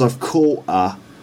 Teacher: the H sound of her isn't clearly pronounced